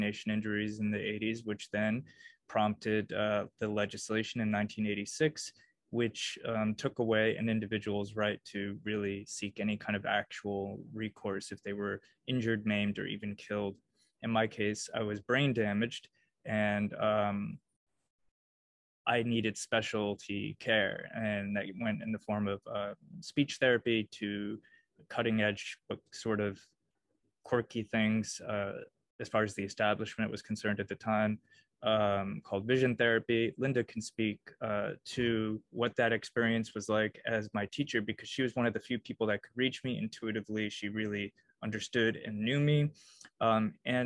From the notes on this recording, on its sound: First sorry for the zoom format!